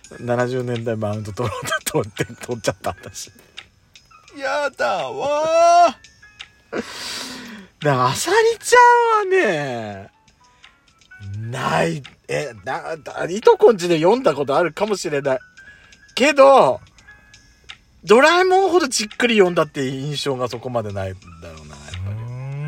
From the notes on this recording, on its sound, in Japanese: パーキング収録。